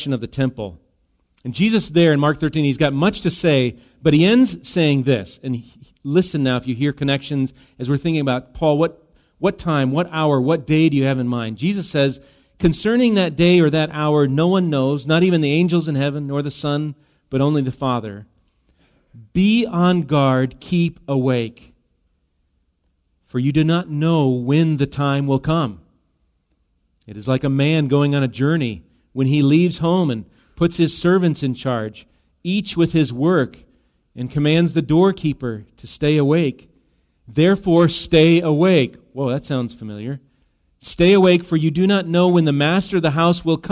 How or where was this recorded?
large echoing room